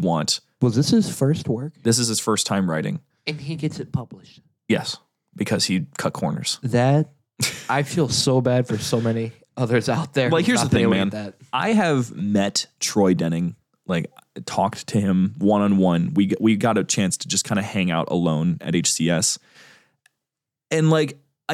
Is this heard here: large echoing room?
no